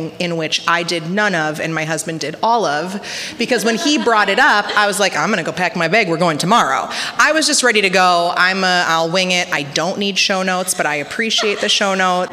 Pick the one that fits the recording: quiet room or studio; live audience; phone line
live audience